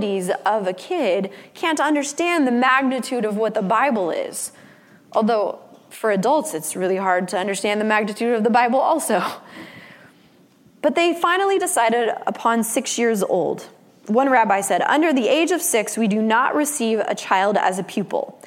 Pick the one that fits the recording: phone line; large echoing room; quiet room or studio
large echoing room